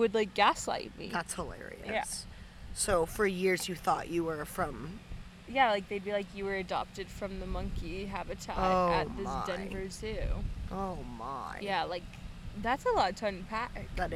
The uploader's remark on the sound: Listen up to our FIRST ever internationally recorded episode. We're excited to share this seaside recorded episode. Please enjoy the sounds of the ocean and the wind.